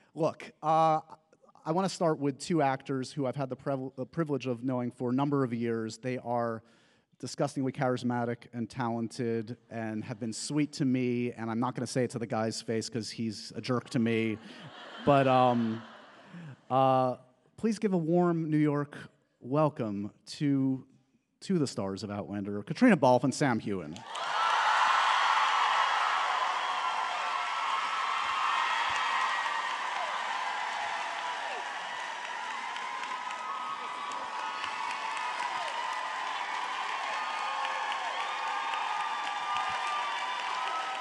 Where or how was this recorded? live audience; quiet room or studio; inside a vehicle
live audience